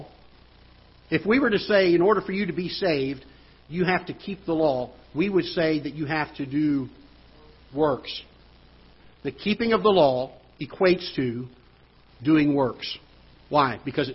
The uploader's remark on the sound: Ketha Heights Baptist Church ~ Live Broadcast